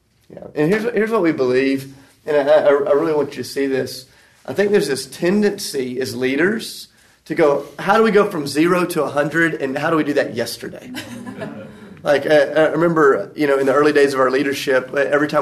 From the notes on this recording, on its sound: recorded at the National Disciple Making Forum